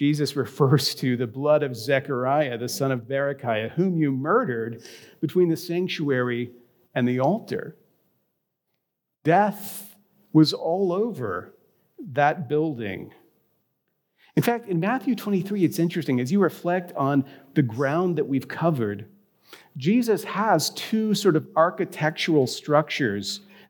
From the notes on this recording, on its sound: A recording of his reflection from this week’s Ash Wednesday service at Grace.